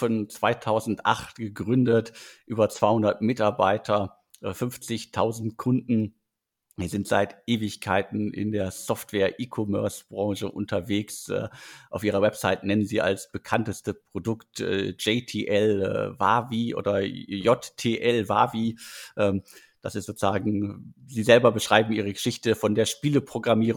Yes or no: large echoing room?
no